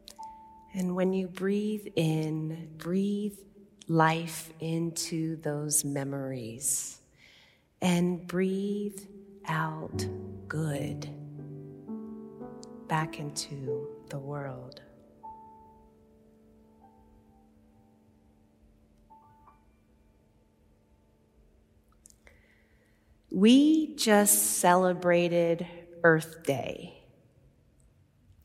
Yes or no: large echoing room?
yes